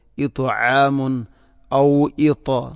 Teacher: തായിനെ ഉച്ചരിക്കുമ്പോൾ നാവിൻ്റെ മധ്യഭാഗം അണ്ണാക്കിലേക്ക് ചേർന്ന് വരണം.